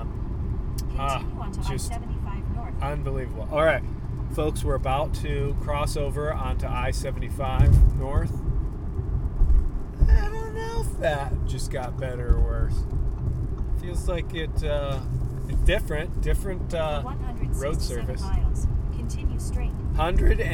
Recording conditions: inside a vehicle